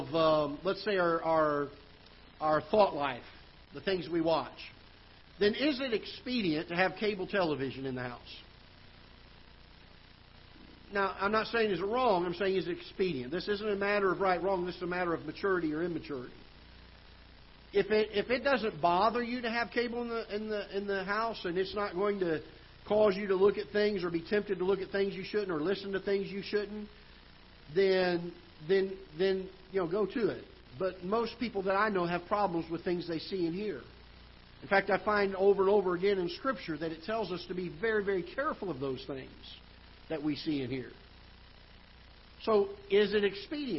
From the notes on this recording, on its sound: Ketha Heights Baptist Church ~ Live Broadcast.